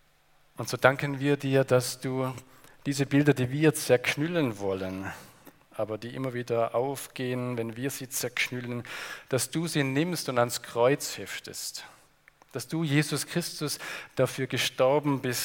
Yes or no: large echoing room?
yes